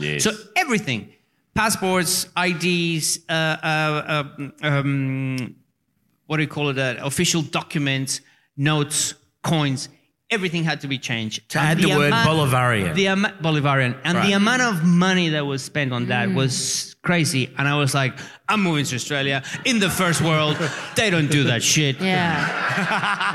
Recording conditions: live audience